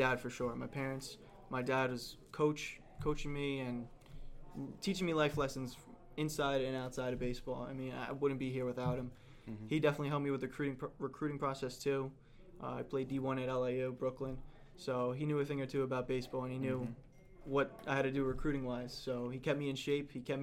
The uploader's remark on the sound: we are filming live from Showtime Athletics in Holbrook, NY